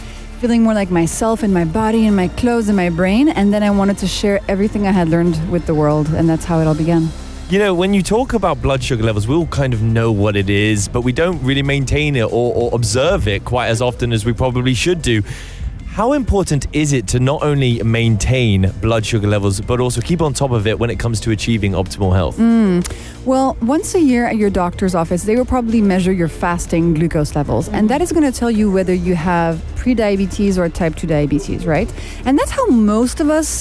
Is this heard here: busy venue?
yes